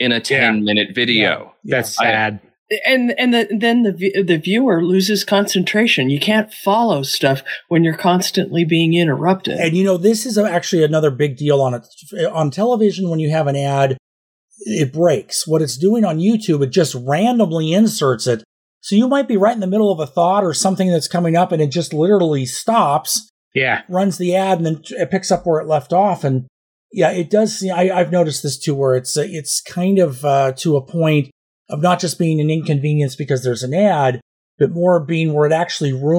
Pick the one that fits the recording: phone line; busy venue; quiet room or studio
quiet room or studio